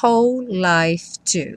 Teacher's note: Essa palavra whole, embora tenha um W aí no começo, você só escuta o som do H, que em inglês é esse som h.